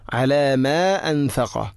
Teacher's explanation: ഫ അസ്ബഹ യുഖല്ലിബു കഫൈഹി അലാ മാ അൻഫഖ അലാ മാ അൻഫഖ, മദ് മുൻഫസിൽ, മദ്ദിൻ്റെ അക്ഷരമായ അലിഫ് മാ ശേഷം ഹംസ അടുത്ത പദത്തിൽ, നാലോ അഞ്ചോ ഹർക്കതിന് തുല്യമായിട്ട് നീട്ടാവുന്നതാണ്